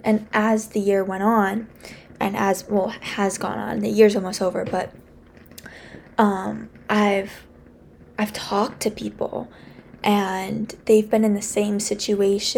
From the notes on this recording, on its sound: I'm so sorry about the music in the background.